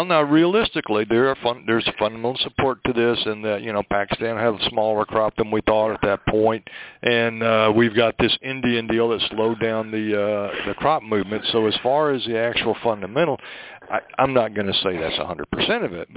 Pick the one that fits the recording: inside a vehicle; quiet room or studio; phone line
phone line